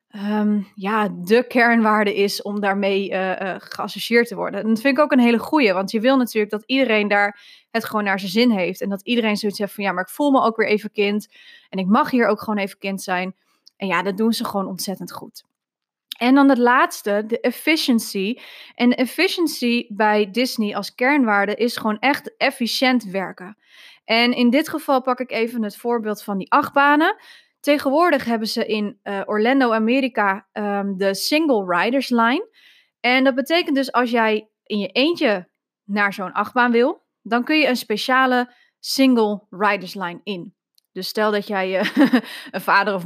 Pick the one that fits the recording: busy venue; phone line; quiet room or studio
quiet room or studio